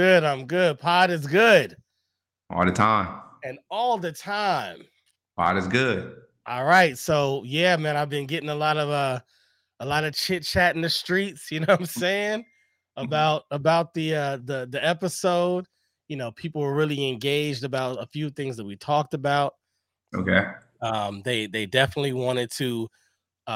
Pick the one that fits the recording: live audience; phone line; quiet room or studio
quiet room or studio